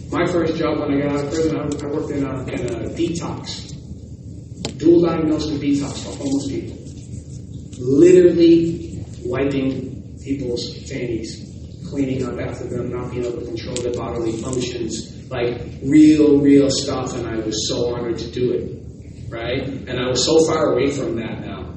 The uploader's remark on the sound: West Michigan Restorative Justice Conference | April 22, 2023 LIVE